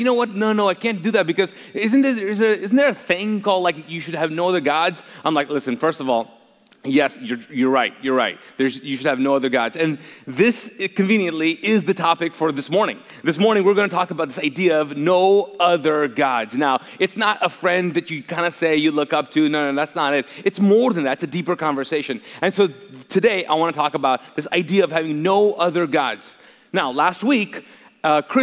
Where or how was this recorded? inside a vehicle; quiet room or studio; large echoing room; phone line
large echoing room